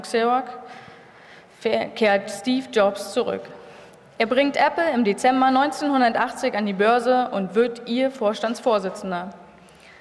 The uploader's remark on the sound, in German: Live-Performance der Hörspielwerkstatt der Humboldt-Universität Berlin in deutscher und englischer Sprache.